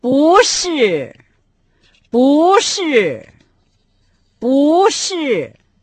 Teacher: перед связкой это отрицание по общему правилу получает второй тон